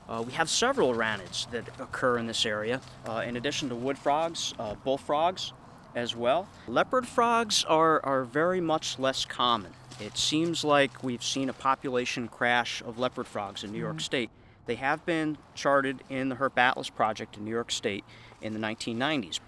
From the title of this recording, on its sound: Spring Pond Walk